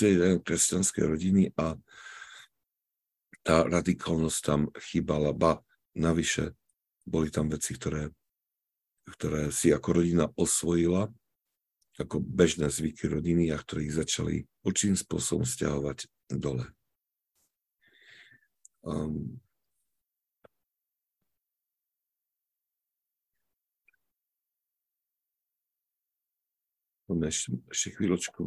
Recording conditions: video call